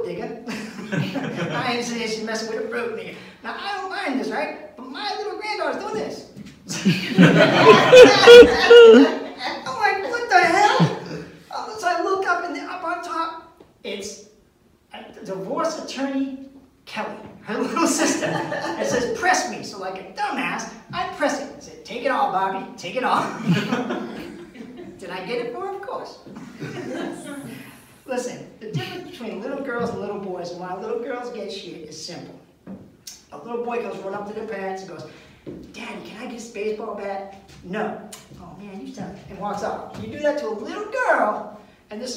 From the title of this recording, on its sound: Live at the MEG - Second Show